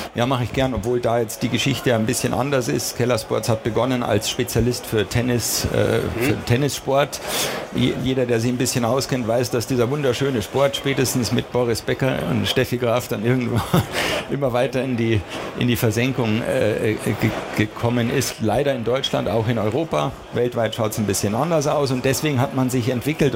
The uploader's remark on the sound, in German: Aufgezeichnet auf der Internet World Expo 2018 in München.